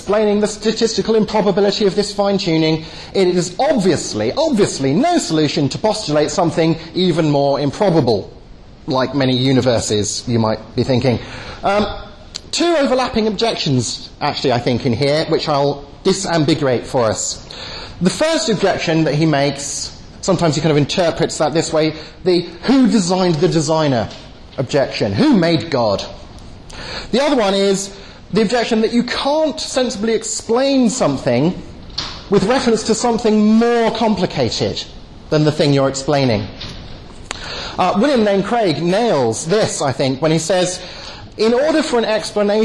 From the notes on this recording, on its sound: delivered at the European Leadership Forum in Eger, Hungary.